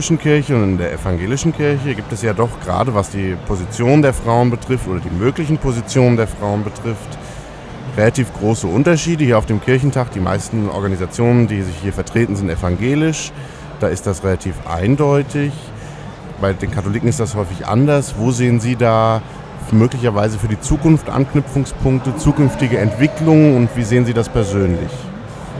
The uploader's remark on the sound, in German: live vom evangelischen Kirchentag 2017 in Berlin